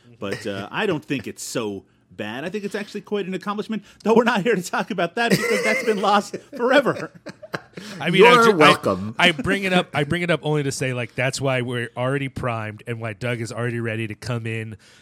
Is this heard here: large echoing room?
no